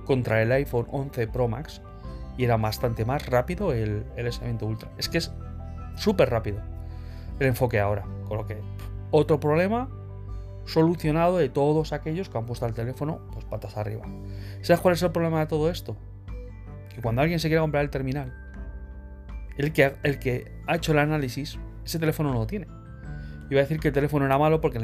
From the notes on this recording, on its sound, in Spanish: Grabado exclusivamente con el micrófono interno del teléfono movil